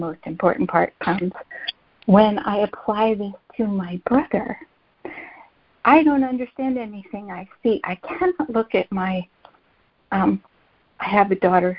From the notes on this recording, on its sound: ACIM Daily Conference Call